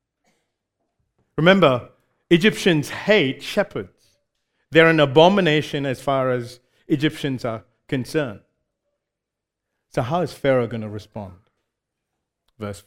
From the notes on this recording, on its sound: recorded live at Grace Community Bible Church